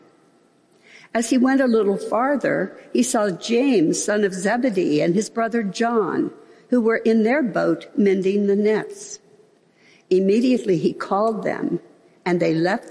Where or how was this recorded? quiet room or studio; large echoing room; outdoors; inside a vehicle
large echoing room